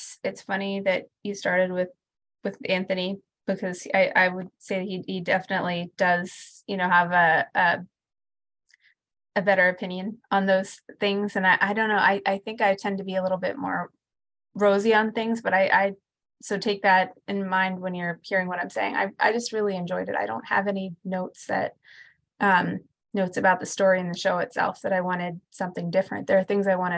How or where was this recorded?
video call